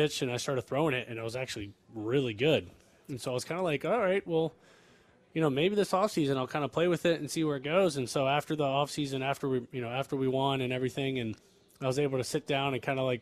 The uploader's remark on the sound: live from spring training in Surprise